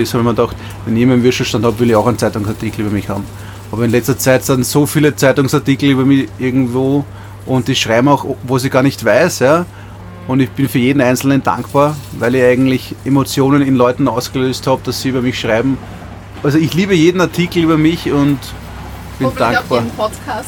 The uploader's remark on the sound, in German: Mit einer dreiteiligen Spezialreportage live vom Würstelstand „Zum scharfen René“ am Schwarzenbergplatz im ersten Bezirk in Wien!